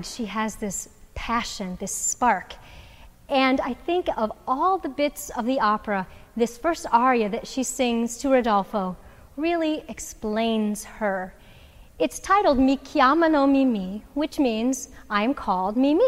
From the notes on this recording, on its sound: Which was recorded in the concert hall at Stambaugh Auditorium.